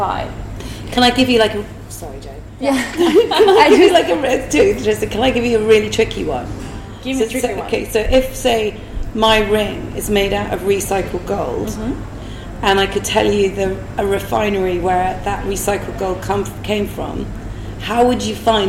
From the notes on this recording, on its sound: The first in a series of live talks I am hosting on Ibiza, under the banner of The Human Library. The House of Wow.